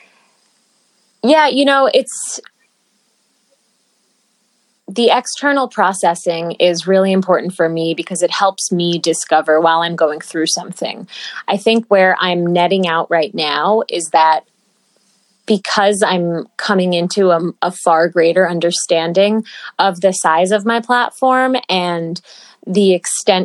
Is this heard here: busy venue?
no